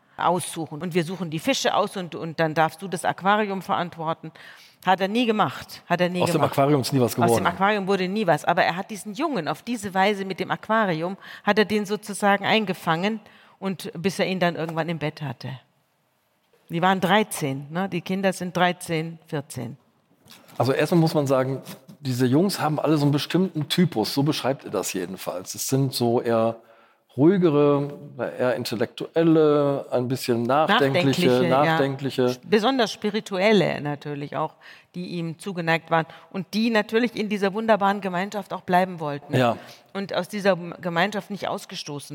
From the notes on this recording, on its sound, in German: im Live-Podcast der Langen Nacht der ZEIT